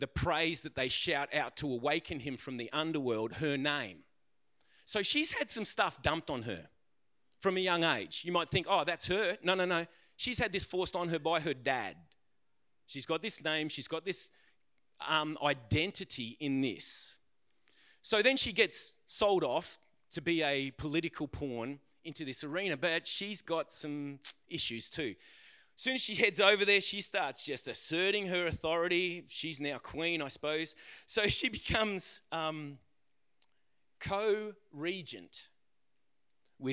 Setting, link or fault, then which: setting, large echoing room